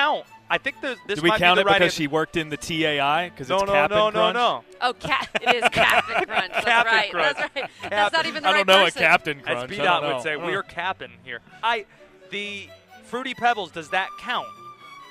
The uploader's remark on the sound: Live from ACC Kickoff